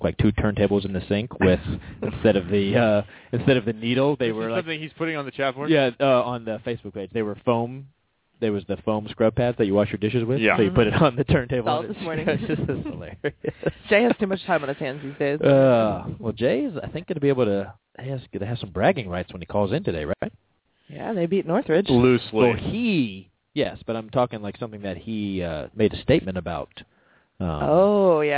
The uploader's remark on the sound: called in from Russia